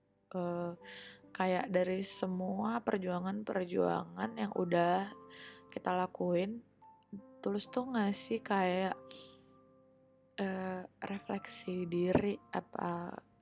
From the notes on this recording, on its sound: i'm sorry but i didn't realize that my audio was quite low because i was using a headset.